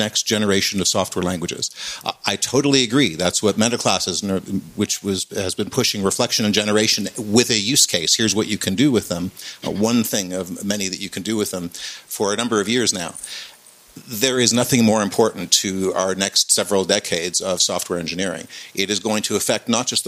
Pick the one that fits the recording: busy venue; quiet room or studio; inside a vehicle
busy venue